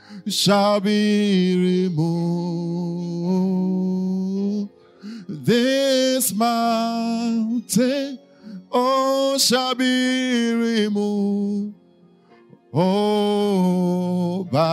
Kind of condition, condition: setting, large echoing room